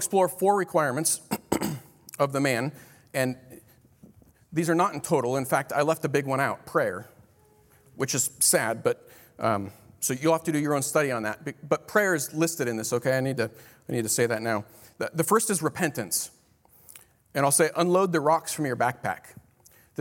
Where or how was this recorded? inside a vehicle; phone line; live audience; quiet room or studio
live audience